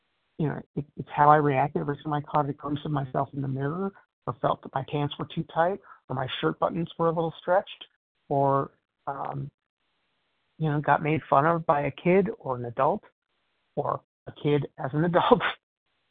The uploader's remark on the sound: 100 Pounders Phone Meeting